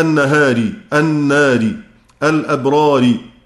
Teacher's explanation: بعض الألفات تمال بسبب وجود حرف الراء مكسور بعدها، زي النهاري، الناري، الأبراري، سواء كانت الراء مفردة أو مكررة. · Term: إمالة